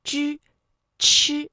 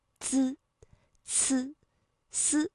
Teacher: 我们在读翘舌音的时候，舌尖是需要顶住这个硬腭的前部，比如说像之、吃，而如果是滋呢，舌尖抵的是上齿背的位置